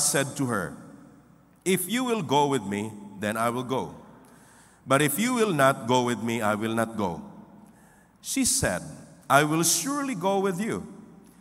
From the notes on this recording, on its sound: This podcast was recorded live last May 14, 2023 at Zamboanga City Alliance Evangelical Church.